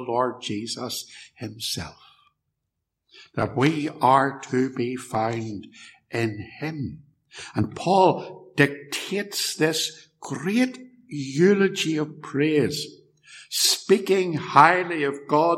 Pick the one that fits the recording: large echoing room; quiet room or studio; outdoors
large echoing room